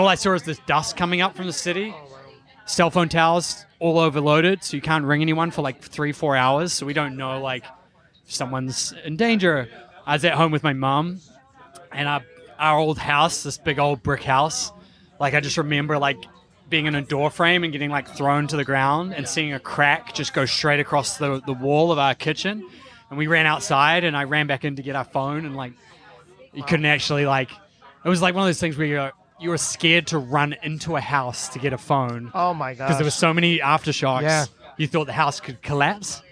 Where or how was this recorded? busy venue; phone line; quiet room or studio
busy venue